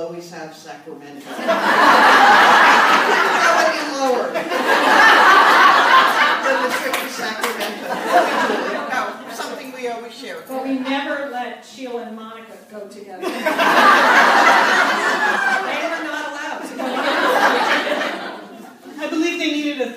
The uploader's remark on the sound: LIVE in Santa Monica 2017. This podcast is the live audio from the Satellite Sisters appearance at the Santa Monica Public Library. Take questions from the live audience.